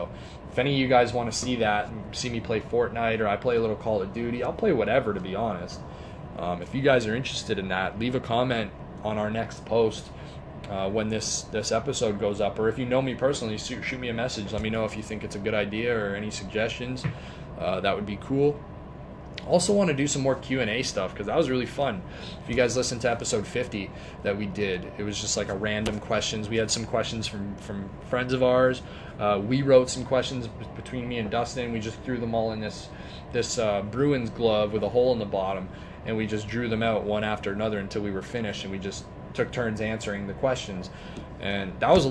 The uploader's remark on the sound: At an undisclosed location and is a little shorter than usual. Had to record this off a cell phone so hopefully its clear enough that you enjoy.